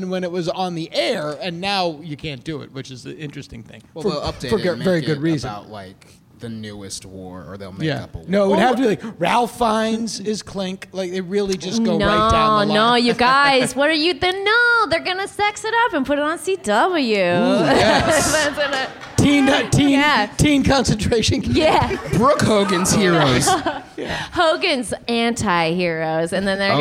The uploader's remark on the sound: LIVE at UCB Sunset with an all-star panel of comedians & TV writing pros.